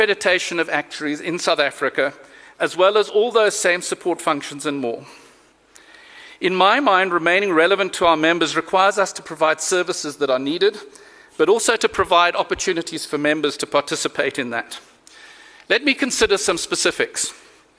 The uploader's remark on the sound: Actuarial Society 2016 Convention held in Sandton 17 and 18 October 2017